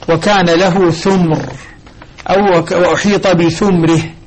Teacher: لكنه استدرك هنا في الأخير قال وفي والإسكان في الميم حصل أبو عمرو الذي هو يضم مع الذين يضمون يضم الثاء لكنه يسكن الميم. والإسكان في الميم حصل يعني يقول وكان له ثمر أو وأحيط بثمره بإسكان الميم على مع بقائه ضاما للثاء.